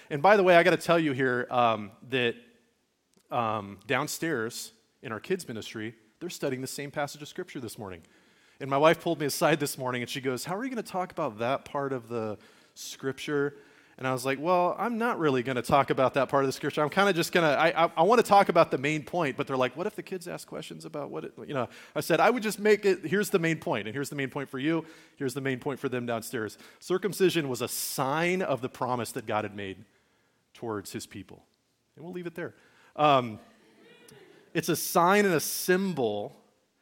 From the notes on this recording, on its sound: Message recorded at Liferoads Church in Spokane, Washington, on Sunday, June 25, 2023.